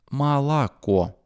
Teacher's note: Написано «О», а произносим мы «А».